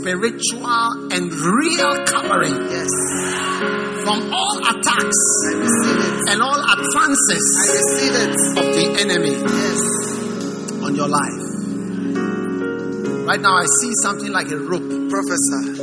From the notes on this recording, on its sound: Preached at the First Love Center, Accra.